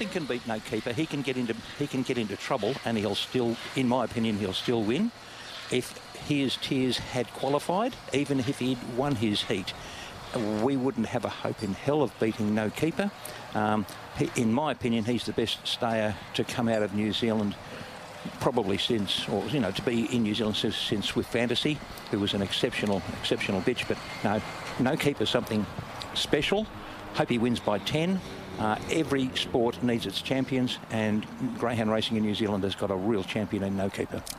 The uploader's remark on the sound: Broadcasting live from the Silver Collar